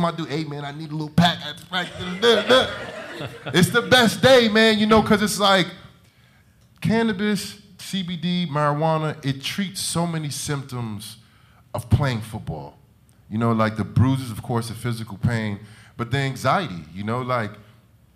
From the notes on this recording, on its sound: at The Outside Game 2019 in New York City September 5, 2019.